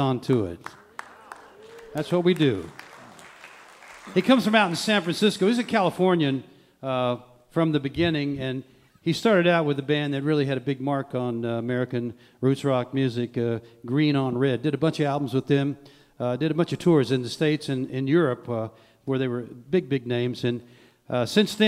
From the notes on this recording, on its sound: This episode was recorded on March 5th, 2023, at the Culture Center Theater in Charleston, WV.